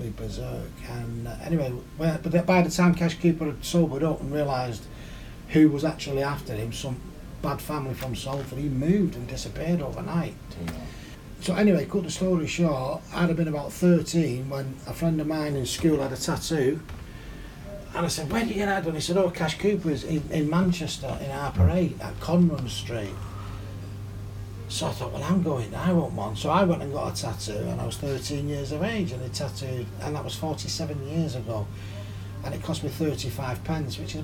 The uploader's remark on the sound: This time I ended up in Manchester. Recorded in the pub he owns next door. I apologize for the quality of the audio but this as well is the beauty of being on the road, sometimes you end recording in an English pub.